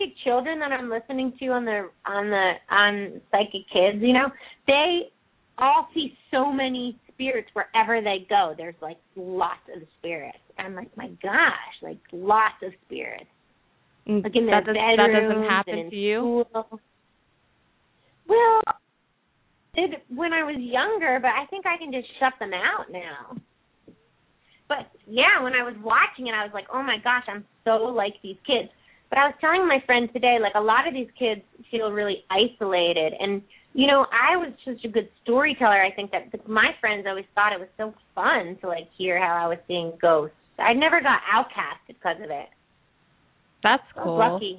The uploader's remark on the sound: open up the lines for listeners to call